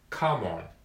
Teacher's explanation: come の E が脱落して、M と O が、えー、合体して